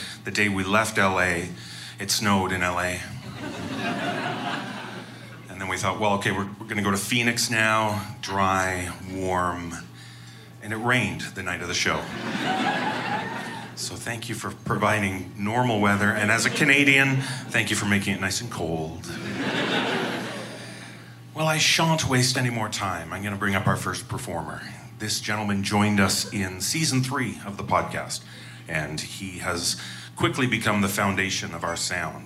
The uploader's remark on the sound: Escape the Black Farm Live from SPACE in Chicago. This special bonus episode features the performance of Escape the Black Farm Live from SPACE in Chicago on March 11, 2018.